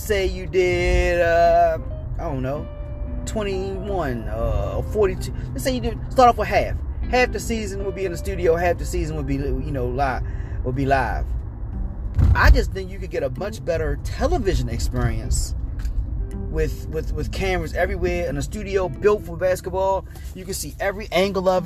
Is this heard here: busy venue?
no